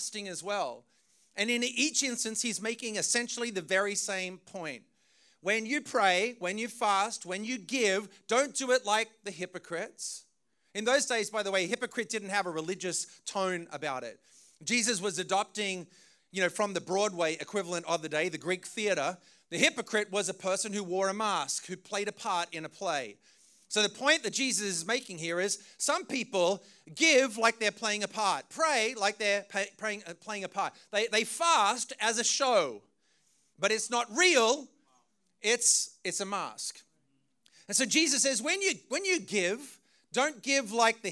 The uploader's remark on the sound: Preached this message on June 18th at our Brooklyn community.